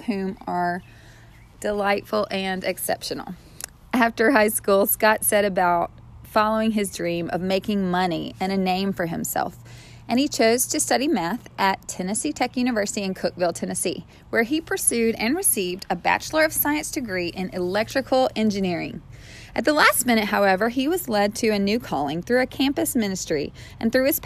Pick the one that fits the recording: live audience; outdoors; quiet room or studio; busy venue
outdoors